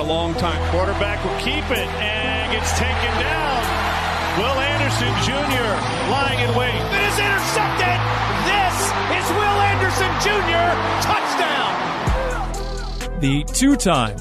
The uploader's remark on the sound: live from the NFL Combine in Indianapolis